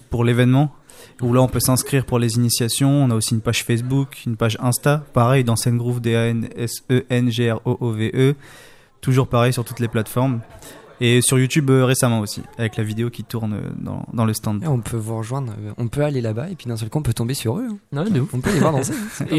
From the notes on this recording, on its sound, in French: Emission réalisée en direct samedi 30 mars 2019 depuis le Campus des métiers de Joué-les-Tours.